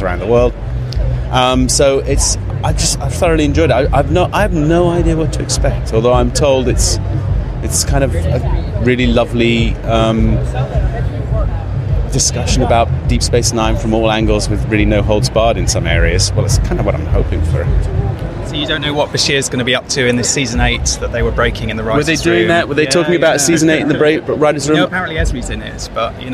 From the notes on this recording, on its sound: In this special episode of Primitive Culture, recorded at the Destination Star Trek convention in Birmingham, UK.